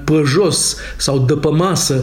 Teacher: accentul bucureștean, cu toate acele ă-uri în loc de e